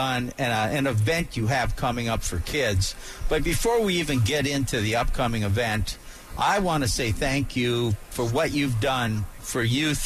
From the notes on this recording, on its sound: live from the AMP Expo